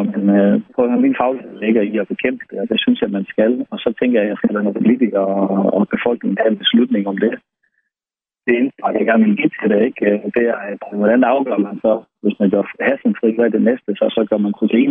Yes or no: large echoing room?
no